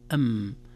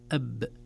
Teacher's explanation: لاحظتم الميم من الشفتين والباء من الشفتين، لكن الميم بانطباق الشفتين مع رخاوة أو عدم شدة وعدم حبس الصوت، أما الباء أب بحبس الصوت. وبما أن الحرفان من الشفة يحدث بينهما نوع من الإخفاء يسمى إخفاء شفوي، لذلك عرفنا لماذا يسمى إخفاء شفوي، لأن الحرفان أو لأن الحرفين من الشفة، الميم من الشفة والباء من الشفة، وحدث بينهما إخفاء بسبب اتحاد المخرج.